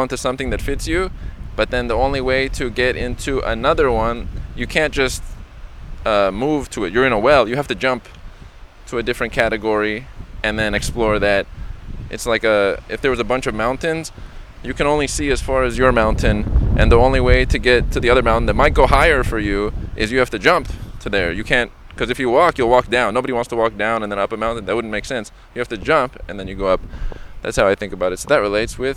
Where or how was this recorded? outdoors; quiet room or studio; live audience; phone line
outdoors